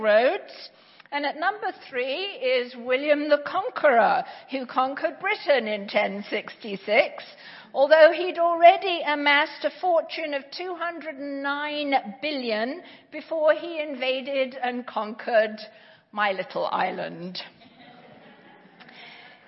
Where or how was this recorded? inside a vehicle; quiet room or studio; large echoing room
large echoing room